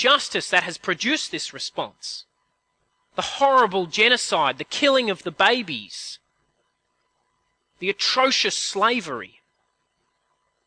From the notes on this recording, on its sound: At a CIG service